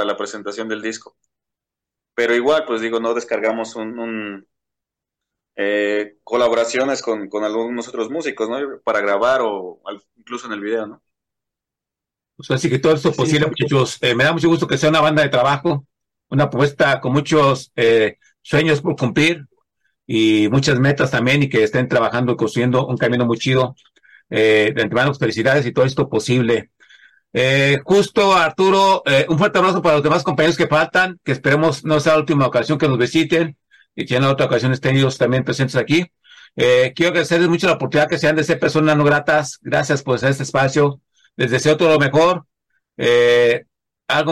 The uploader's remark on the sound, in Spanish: Charlamos via zoom con